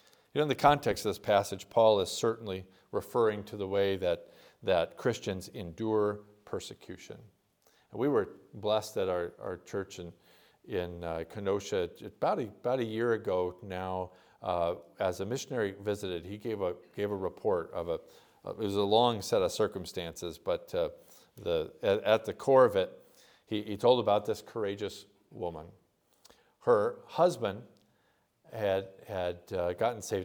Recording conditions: large echoing room